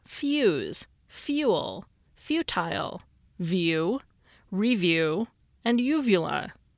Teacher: Perhaps they begin with a Y sound. Palatalization is especially robust after labial consonants in American English.